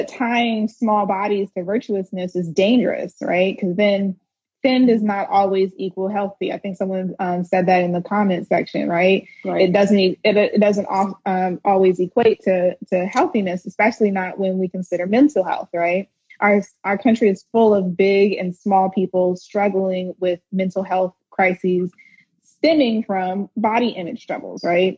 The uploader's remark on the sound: featuring an episode from PushBlack’s Instagram Live series